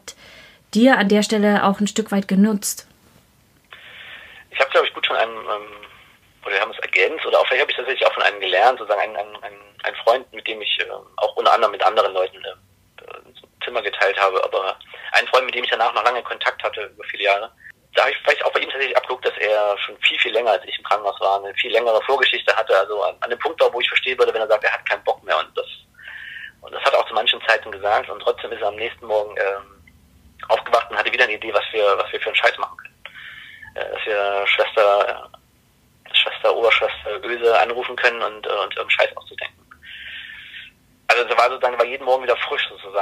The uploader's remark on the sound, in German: Das Interview ist als Telefongespräch aufgezeichnet.